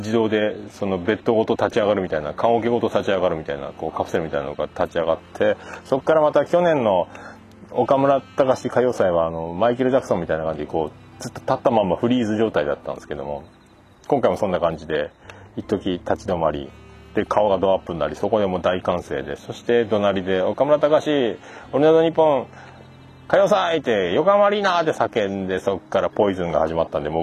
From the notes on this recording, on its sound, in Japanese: 歌謡祭の帰り道収録